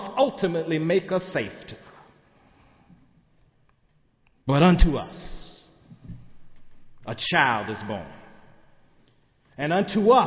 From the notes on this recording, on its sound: sermon on Christmas Eve, December 24, 2015, in the Memorial Church